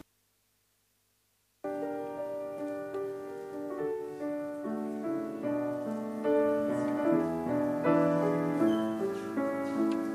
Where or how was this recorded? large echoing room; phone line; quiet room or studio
large echoing room